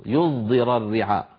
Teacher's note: الصاد المشمة يعني الصاد المخلوطة بحرف الزاي